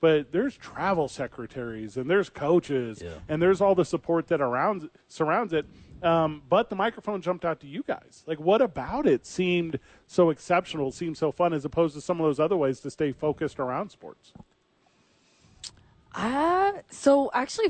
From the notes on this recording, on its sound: live from the Albuquerque Dukes Store